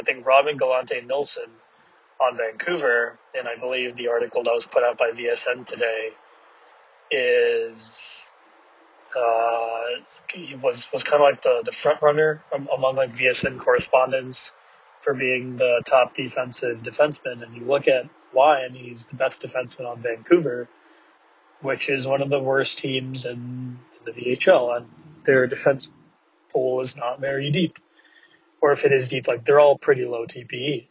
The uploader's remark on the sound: VHL Awards Carcast